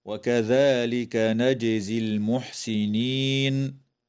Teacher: تقلقل الجيم وصلا ووقفا في كلمة نجزي